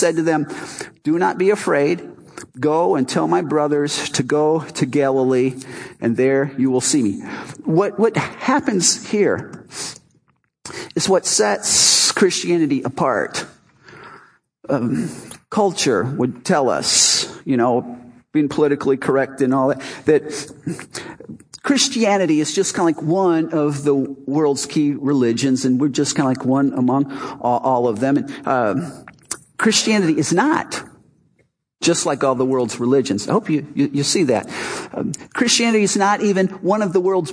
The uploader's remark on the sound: Our Easter service "Not Another Dead God".